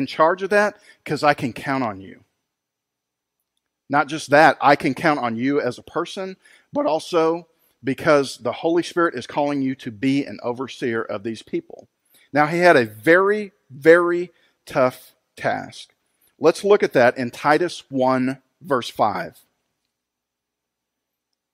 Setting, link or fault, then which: setting, large echoing room